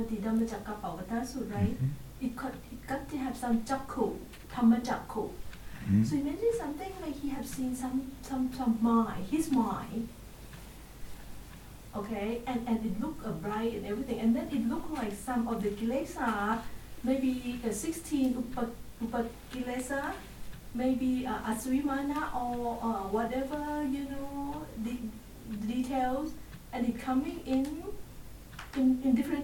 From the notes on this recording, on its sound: at the Winter Retreat 2023, in January and March, at Amaravati Buddhist Monaster, UK